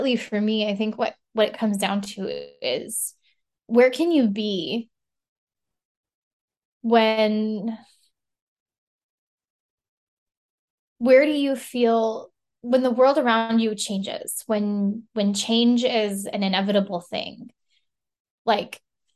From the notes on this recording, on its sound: This podcast was recorded via Zoom.